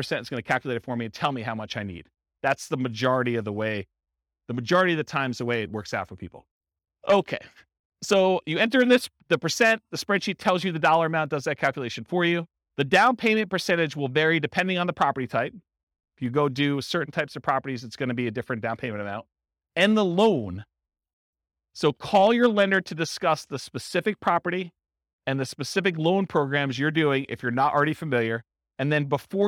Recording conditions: live audience